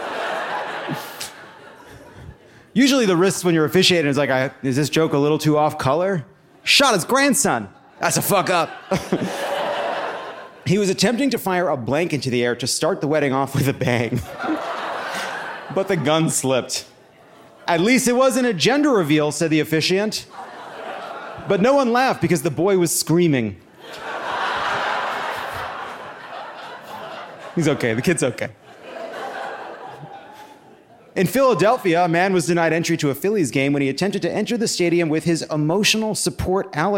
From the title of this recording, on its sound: Live from Asheville!